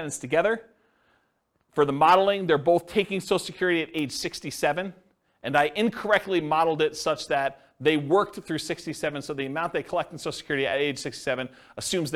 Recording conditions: live audience